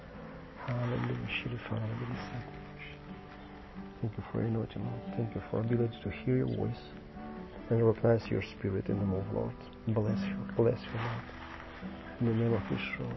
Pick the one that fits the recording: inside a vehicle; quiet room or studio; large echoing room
large echoing room